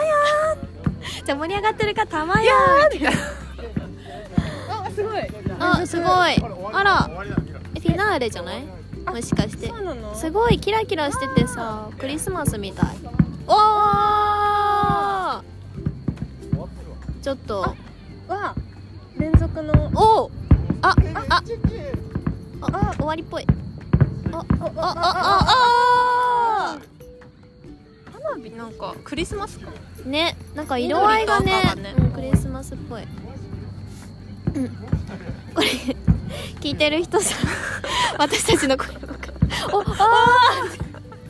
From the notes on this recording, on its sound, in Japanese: 花火見ながら配信。今回は夜に集合して花火を見にきました！花火の音小さめ、私達の声大きめ、周りの声も多め。